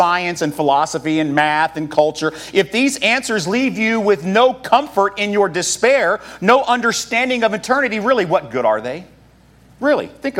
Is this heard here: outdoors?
no